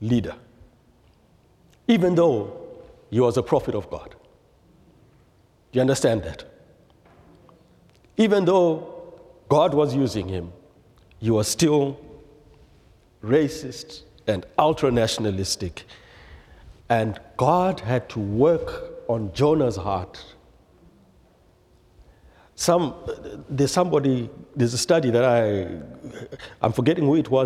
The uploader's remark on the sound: Presented by Asbury Seminary Kentucky Chapel, recorded on Thursday, March 16, 2023 at Asbury Theological Seminary's Kentucky campus.